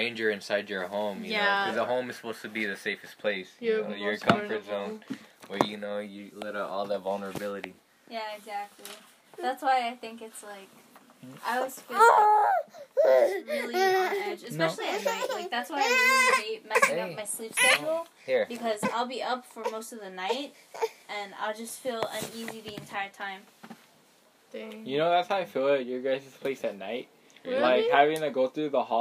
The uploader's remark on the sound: There is a lot of background noise.